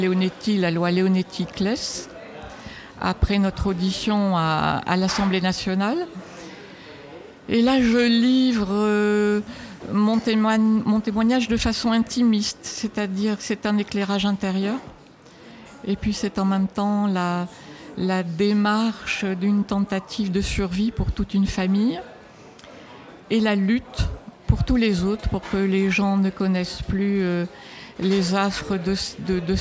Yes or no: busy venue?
yes